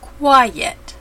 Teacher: Use the Y ending of the long I to separate the two vowels like quiet.